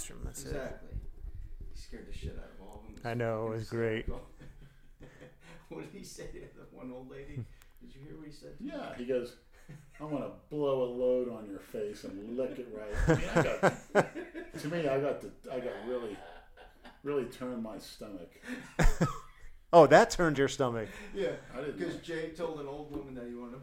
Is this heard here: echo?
yes